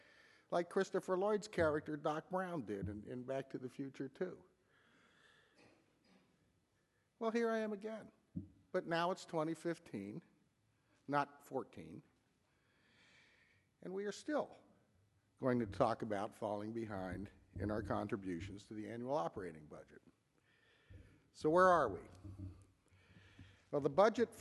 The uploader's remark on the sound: In Search Of is a podcast recording of the sermon and the Sunday morning worship service at Laguna Presbyterian Church.